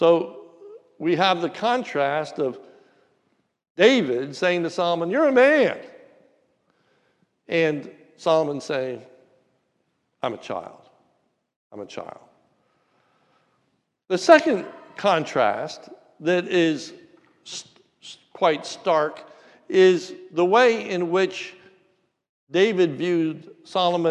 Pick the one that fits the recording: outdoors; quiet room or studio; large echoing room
large echoing room